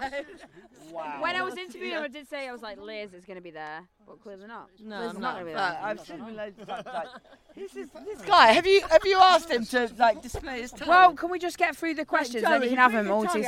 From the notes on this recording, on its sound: For a quick chat after they played at RockWich Festival 2022. For a quick chat after they played at RockWich Festival 2022 on possibly the smallest stage they've ever played on!